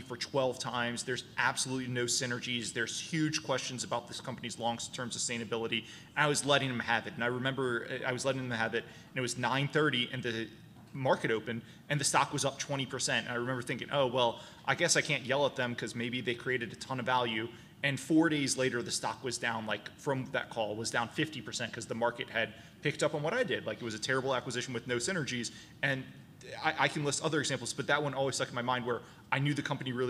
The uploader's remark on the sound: LIVE in VEGAS. This interview was recorded live at the Planet MicroCap Showcase: VEGAS 2023. All followed by Q&A from the audience.